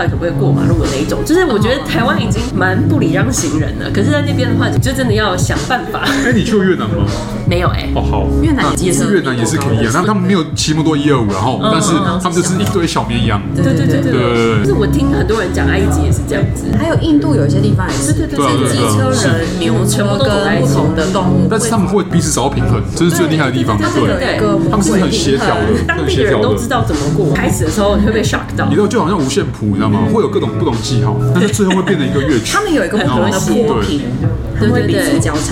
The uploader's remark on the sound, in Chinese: 本集白噪音指數：北風級 4/5。錄音地點： V&O Bar Kitchen。